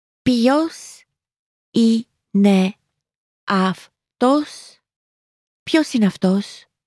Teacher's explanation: Note again the rising intonation.